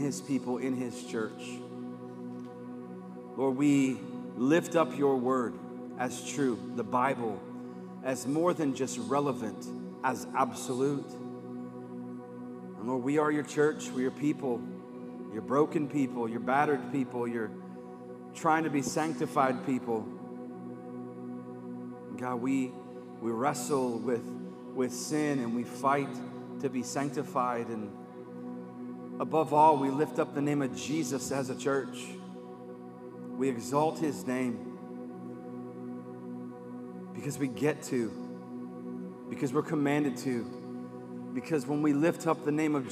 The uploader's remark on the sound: Live from Covenant Church.